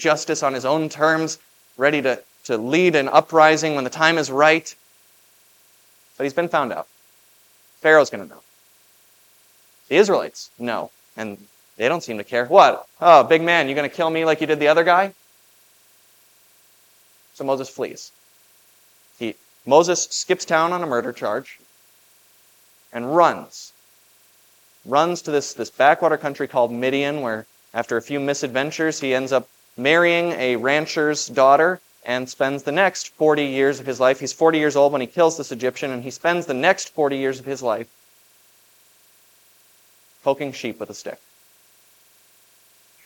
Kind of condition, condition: setting, large echoing room